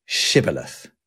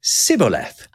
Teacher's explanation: That's because though the two groups did speak very, very similar languages, the language of the Ephraimites didn't have the sh sound in it. So they would struggle to say the sh in Shibboleth because their version of the word was Sibboleth